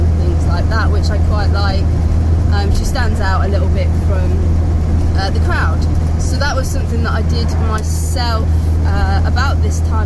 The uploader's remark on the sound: all recorded from my 1968 Morris Minor, Peggy.